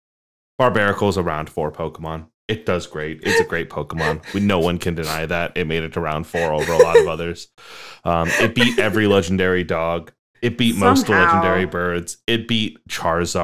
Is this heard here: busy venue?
no